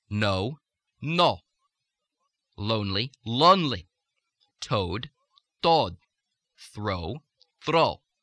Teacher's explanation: the O sound, O, which is a diphthong in American, becomes a single stitch vowel in the Russian, but it becomes more mid-central in that spot where the tongue pulls off the velum.